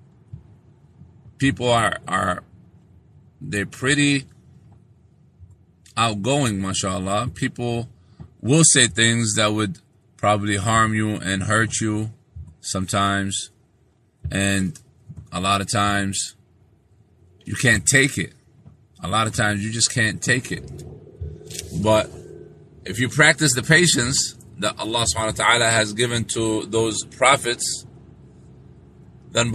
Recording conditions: inside a vehicle